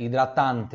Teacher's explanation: Então vai ter que ter a pronúncia pura do T aqui, tá? E o A mais aberto.